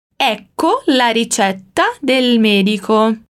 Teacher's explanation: prestando atenção na doppia consonante TT de ricetta e também no ecco